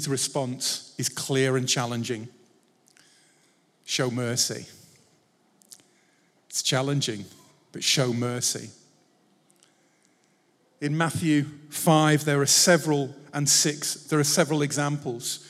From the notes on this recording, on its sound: Recorded Live at Life Church Lancashire on Sunday 13th August 2023.